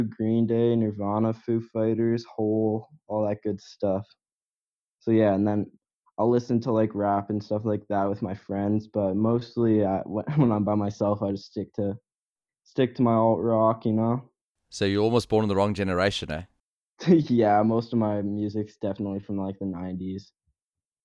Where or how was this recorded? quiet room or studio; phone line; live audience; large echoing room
quiet room or studio